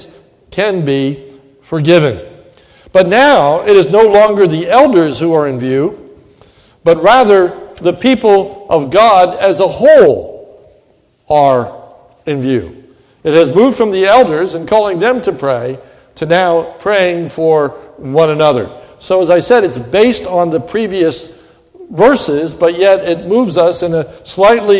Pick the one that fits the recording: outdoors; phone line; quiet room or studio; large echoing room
large echoing room